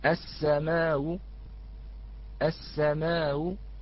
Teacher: ولا نستطيع أن نلفظ الهمزة مسهلة حال الوقف، لابد من الإتيان بحركة معها، وقال العلماء هذا هو الروم فيها، فيقف السماء، السماء، ويقف السماء، لأنه مذهبه الطول، فيقف بالقصر ويقف بالطول في أحد الأوجه الخمسة.